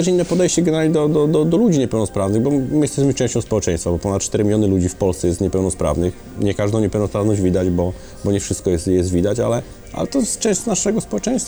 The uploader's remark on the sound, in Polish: nagrania: Restauracja Folk – Hotel Bristol